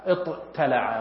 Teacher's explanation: تأثرت بالطاء المفخمة المستعلية التي من حروف الإطباق فقلبت التاء إلى أختها التي هي الطاء التي من مخرجها